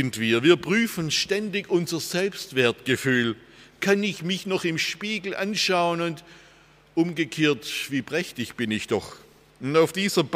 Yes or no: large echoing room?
yes